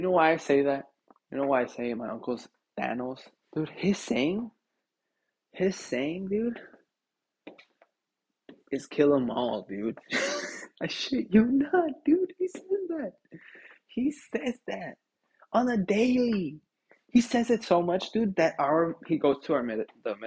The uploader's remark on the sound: Internet issues so bare with me.